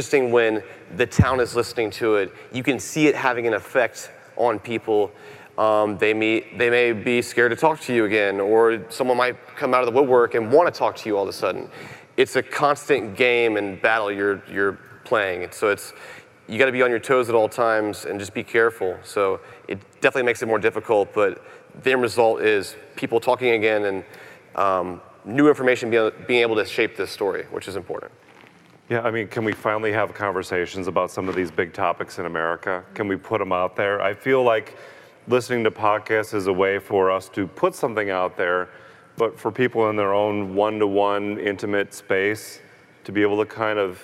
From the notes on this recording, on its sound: Live from CrimeCon 2018